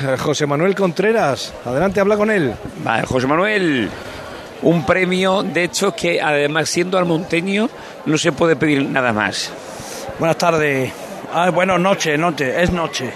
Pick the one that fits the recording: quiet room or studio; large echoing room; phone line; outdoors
outdoors